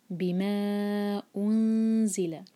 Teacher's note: نون کی آواز کو چھپائیں گے اور الف پر دمہ ہے تو ہمارے ہونٹ گول ہونے چاہیے، لیکن جب نون پر آئیں گے تو ہمارے ہونٹ واپس نارمل پوزیشن میں آ جانے چاہیے.